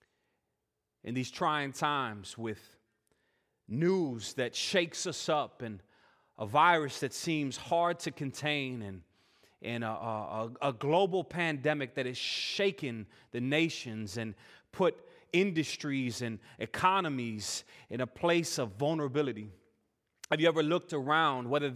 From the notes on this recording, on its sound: Full worship service recording.